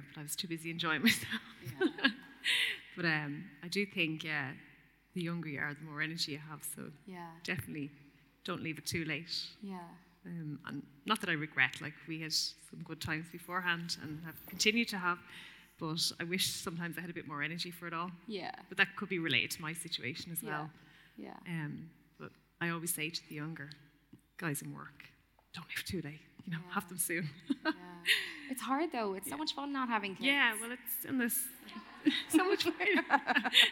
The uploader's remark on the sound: in the Rotunda Hospital for a live podcast